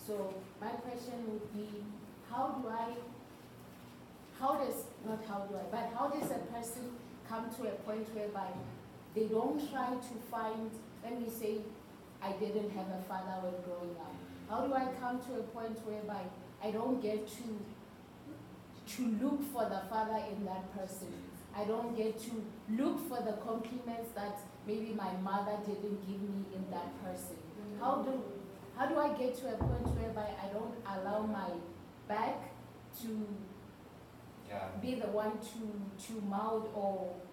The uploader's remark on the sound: This is a recording of a previous lecture we did on relationships, marriage, and sex. The quality of the recording is not our usual standard.